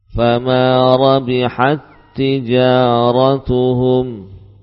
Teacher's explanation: Ta sukun yang kita baca adalah ta sukun yang diidghamkan tanpa hamas